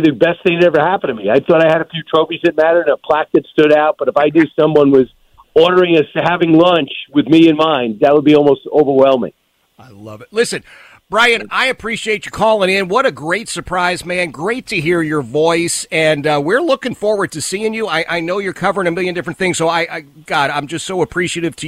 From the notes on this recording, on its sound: To call. Politics & Pints.